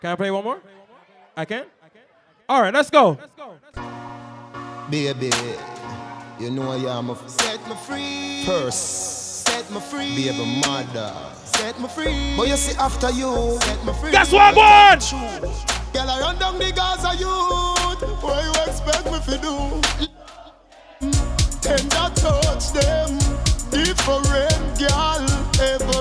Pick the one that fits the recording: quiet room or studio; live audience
live audience